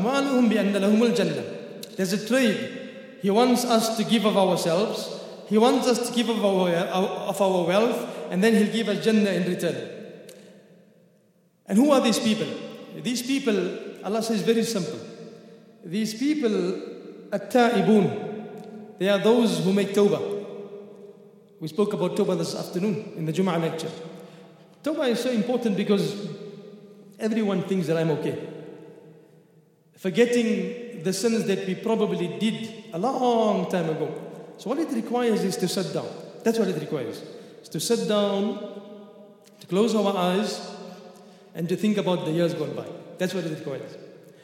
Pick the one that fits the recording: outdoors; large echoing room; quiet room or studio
large echoing room